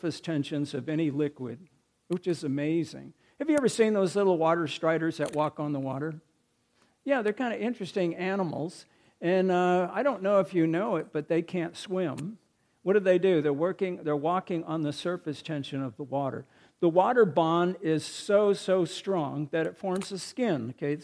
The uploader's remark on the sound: recorded March 4, 2023, at Ringgold Seventh-day Adventist Church